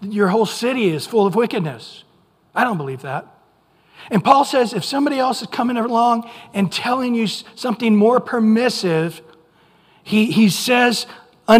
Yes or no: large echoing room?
yes